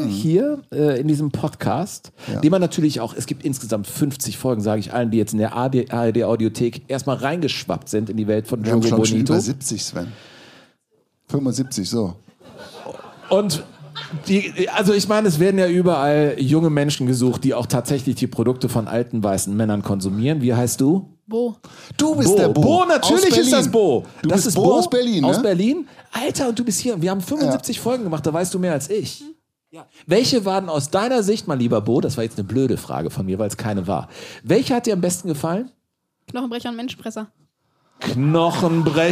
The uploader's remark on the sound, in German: Live-Show